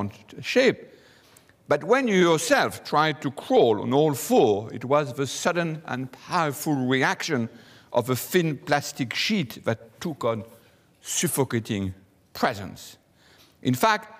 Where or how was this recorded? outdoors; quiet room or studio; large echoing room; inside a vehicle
large echoing room